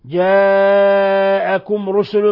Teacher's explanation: جاءكم مد متصل يمد من 4 إلى 5 حركات، جاءكم رسل ميم ساكنة جاء بعدها الراء إظهار شفوي